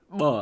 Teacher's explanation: 発音しやすいニューハ音としては、唇を使うニューハ音でバーみたいな音ですね · これは空気が内向きに入ってくるような言語音ということになってます